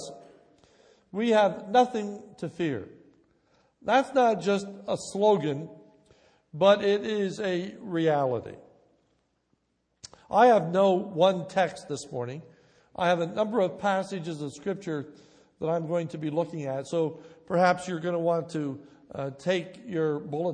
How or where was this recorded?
large echoing room